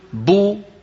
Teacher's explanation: لما أقول بو تبتعد الشفتان وتنضمان من أجل الضمة.